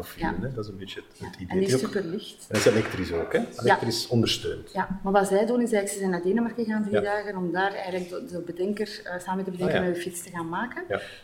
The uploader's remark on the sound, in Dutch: Werd opgenomen op Fri3d Camp 2016. Dat is een rasecht hackercamp, maar dan wel gezinsvriendelijk. Op de laatste dag van Fri3d Camp haalde ik twee newbies voor de microfoon.